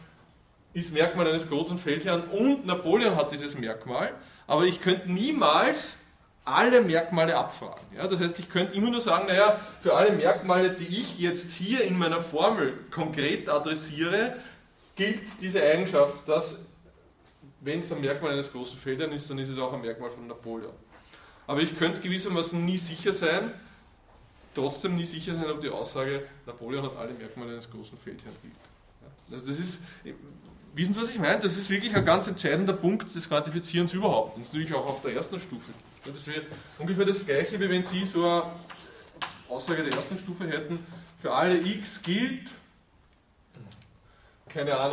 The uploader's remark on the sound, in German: Diese Vorlesung wurde von Studierenden aufgenommen